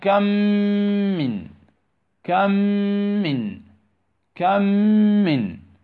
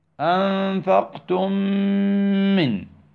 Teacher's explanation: الصوت للحرف الثاني وليس الميم الأولى. الميم الأولى تختفي ولكن تبقى غنتها · Term: الإدغام الشفوي